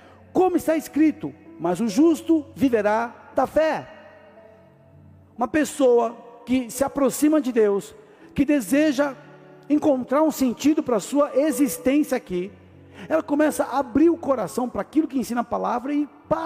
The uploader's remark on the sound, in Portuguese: Áudio extraído do culto do dia 12 de Maio de 2023.